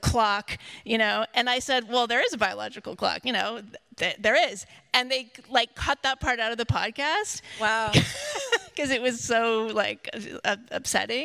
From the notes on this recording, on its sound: LIVE! Smoke 'Em Does Dallas. It was 15 minutes before sound check when my daughter and I decided to scoot around Old Parkland for a few minutes. Maybe 15 people, all dudes, in button-down shirts but not fancy. We brought our cocktails with us for sound check.